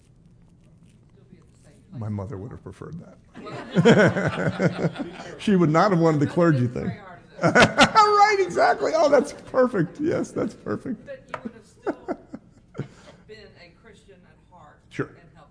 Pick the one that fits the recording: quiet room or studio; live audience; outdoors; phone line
live audience